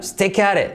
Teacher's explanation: Y como E, saltamos la T final.